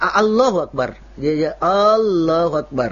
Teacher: Ketika lafaz huruf hamsanya dia panjangkan dua harakat ya, ketika mengucapkan Ismul Jalal Allah.